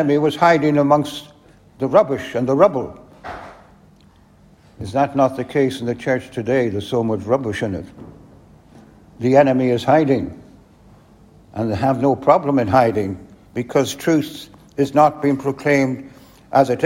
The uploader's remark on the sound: At the 2022 BRITAIN'S ONLY HOPE conference.